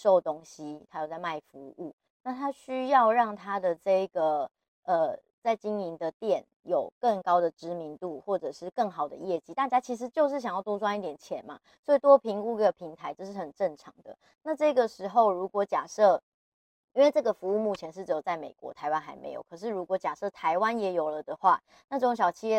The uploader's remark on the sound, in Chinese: 大家這集耳朵辛苦了，回國換了一個麥克風錄音，真的很不推！